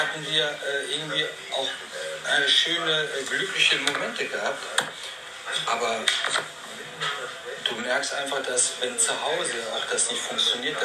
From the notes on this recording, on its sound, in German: Der LIVE im deinKult Café aufgenommen wurde. DeinKult Café, Karl-Denkhaus-Straße 11-13, 45329 Essen.